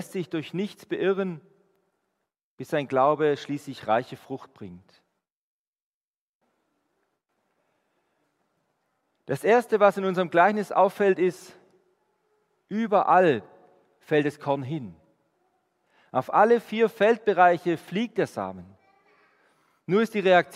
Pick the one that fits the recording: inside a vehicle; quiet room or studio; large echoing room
large echoing room